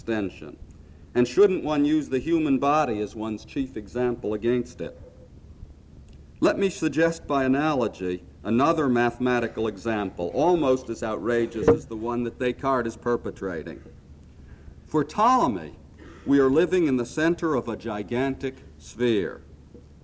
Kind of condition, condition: setting, live audience